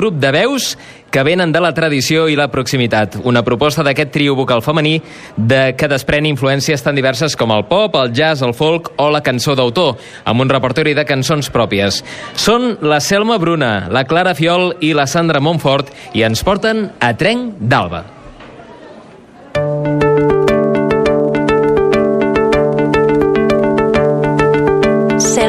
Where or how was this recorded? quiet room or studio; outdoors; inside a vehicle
outdoors